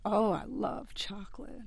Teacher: So they have higher rises and lower falls, and the lower fall brings them into the lower end of their pitch range so that their vocal cords start vibrating aperiodically · Term: creak